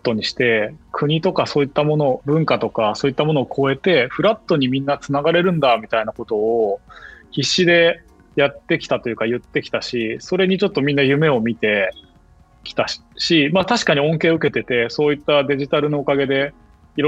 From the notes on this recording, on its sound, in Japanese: 収録はzoomを活用して遠隔で行いました。音声が聞きづらい部分がある点、ご了承ください。